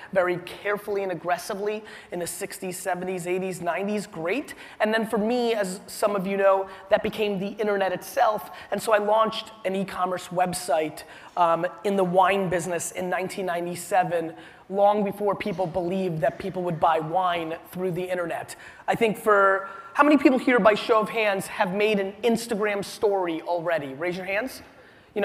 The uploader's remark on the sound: A keynote: Inman Connect Conference 2016